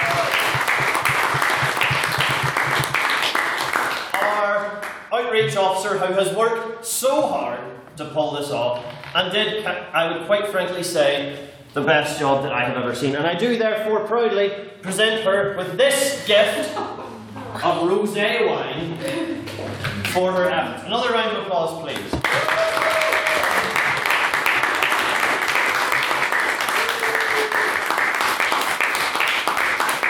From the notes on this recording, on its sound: Here is the recording of the twentieth Ordinary Meeting of our 170th Session.